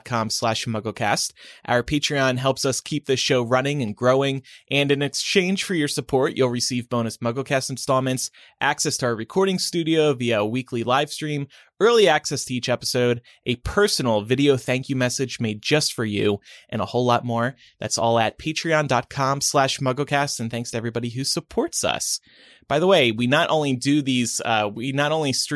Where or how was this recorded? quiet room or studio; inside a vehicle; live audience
quiet room or studio